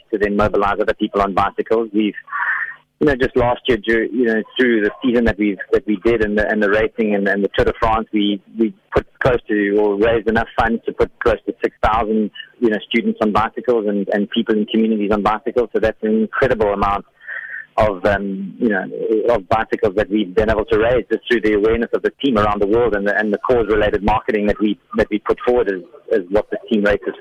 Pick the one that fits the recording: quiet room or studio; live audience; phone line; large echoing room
phone line